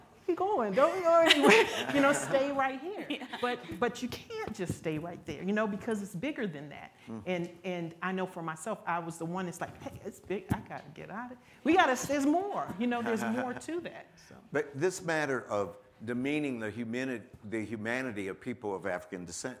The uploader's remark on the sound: Following a screening of the SundanceTV & Ancestry short film Railroad Ties , a live panel discussion. In front of a live audience at the SundanceTV HQ on Main Street in Park City, UT during the 2019 Sundance Film Festival.